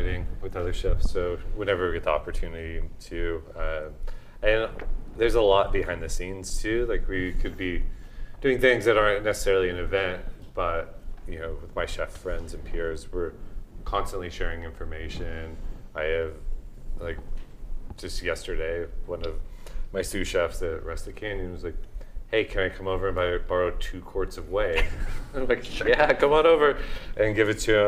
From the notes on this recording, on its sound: Snacky Tunes Salon Live at ChowNow. This week we kicked off Snacky Tunes Salon, our new live series in partnership with ChowNow .